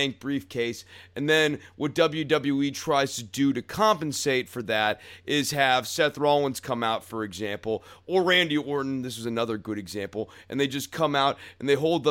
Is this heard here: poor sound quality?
no